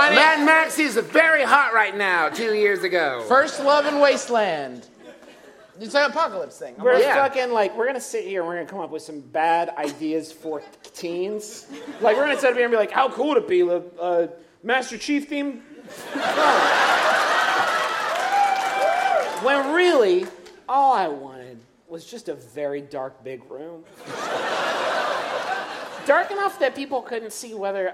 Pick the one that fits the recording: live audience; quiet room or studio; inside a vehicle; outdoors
live audience